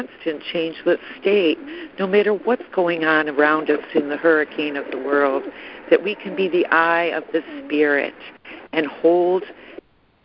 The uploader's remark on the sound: ACIM Daily Conference Call.